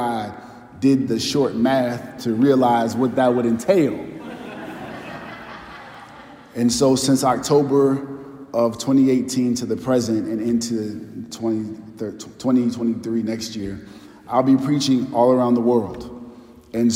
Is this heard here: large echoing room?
yes